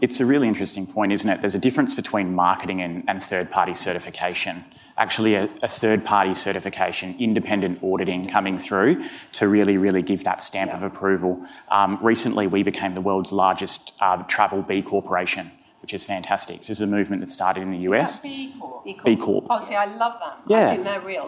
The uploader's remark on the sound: Decoded Future Panel. In a panel from Stylus’ Decoded Future event in London.